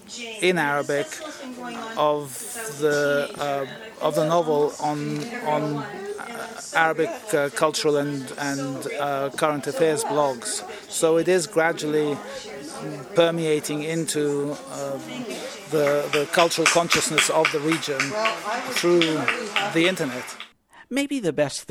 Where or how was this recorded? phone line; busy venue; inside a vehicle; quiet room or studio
busy venue